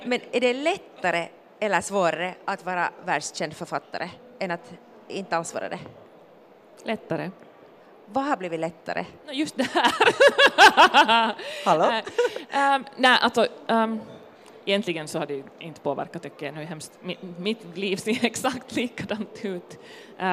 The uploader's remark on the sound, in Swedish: LIVE från Bokmässan i Helsingfors. Inför stor livepublik.